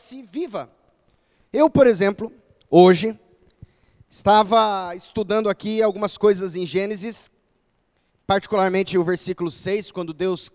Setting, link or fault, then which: setting, large echoing room